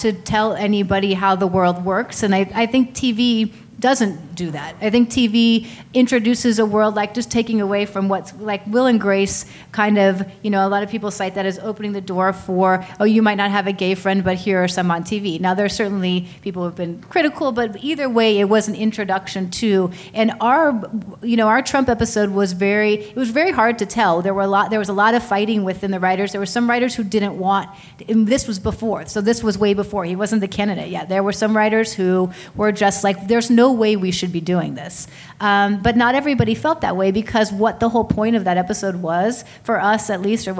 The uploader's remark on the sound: Recorded at ATX Television Festival